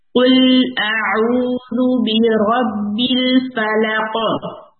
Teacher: قاف کو ہیوی اور قلقلہ کے ساتھ رکنا ہے